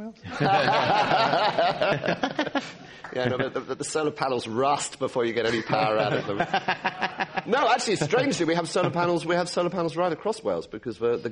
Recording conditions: live audience